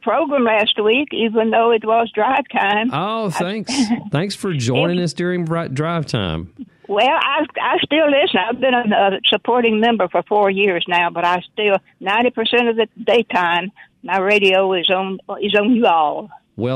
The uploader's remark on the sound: called in by listeners.